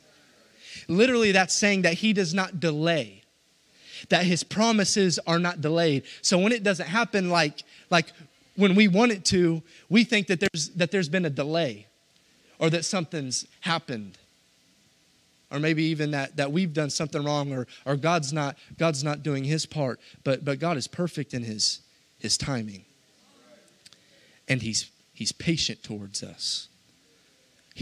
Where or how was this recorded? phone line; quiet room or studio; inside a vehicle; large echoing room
large echoing room